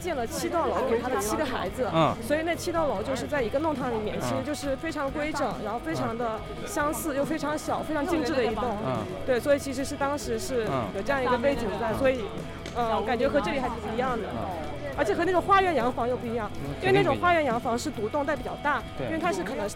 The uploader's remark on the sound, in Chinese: 散步实录丨端午节听老虹口口述四川北路记忆（上）。这一场漫步松散又随意，起于一杯咖啡，终于一顿新疆菜。这一期听感并不好，但如果你能忍受得了嘈杂的音质和没头没尾没画面的莫名其妙。